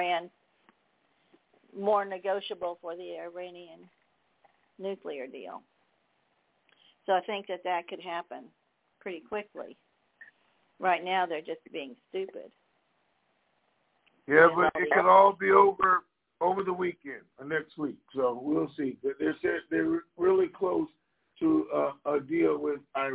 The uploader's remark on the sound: TNTSuperfantastic Conference Call